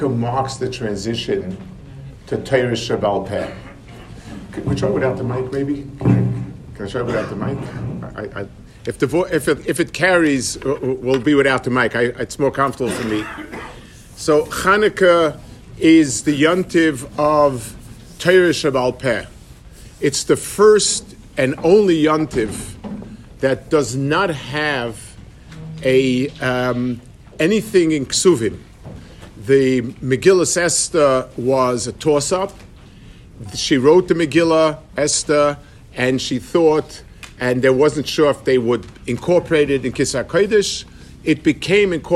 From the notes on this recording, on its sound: Delivered for the Passaic Clifton Community Kollel Yarchei Kallah